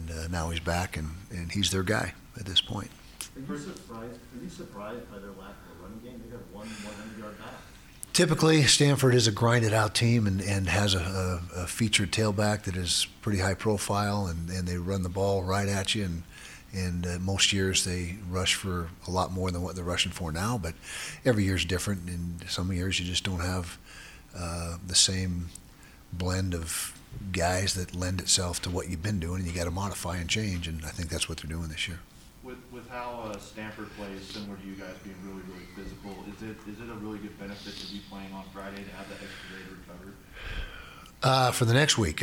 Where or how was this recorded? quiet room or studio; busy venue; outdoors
busy venue